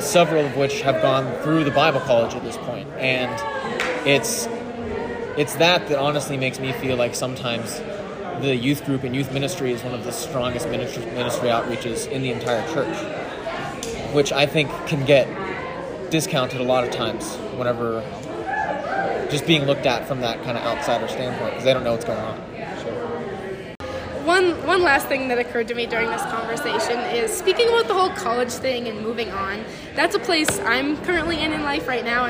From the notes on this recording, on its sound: Mid-week at FLY 2023